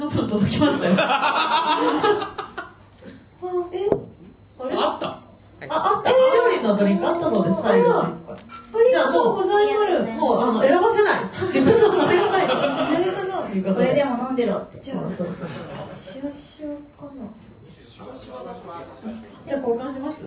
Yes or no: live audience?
yes